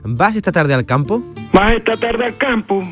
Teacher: Sobre todo en las preguntas, el ubriqueño termina la interrogación en alto. · Term: la entonación de las frases